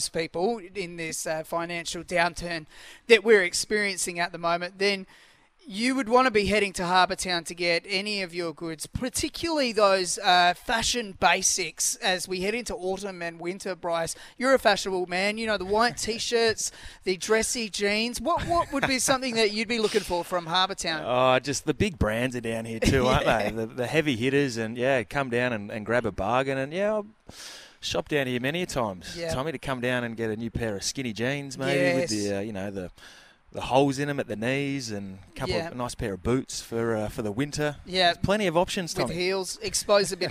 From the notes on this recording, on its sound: The boys were on location at Harbour Town this morning.